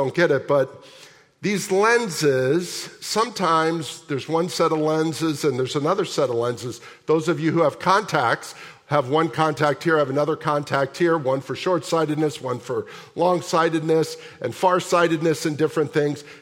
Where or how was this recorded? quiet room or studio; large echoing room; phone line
large echoing room